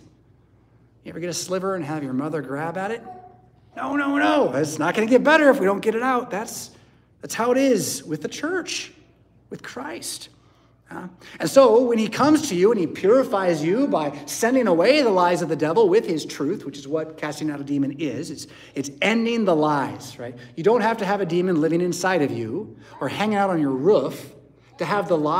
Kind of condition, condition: setting, large echoing room